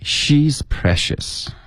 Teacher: 这个重音应该是 She